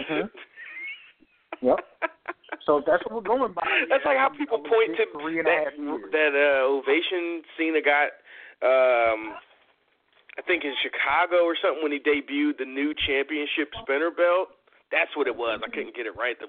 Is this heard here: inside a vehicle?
no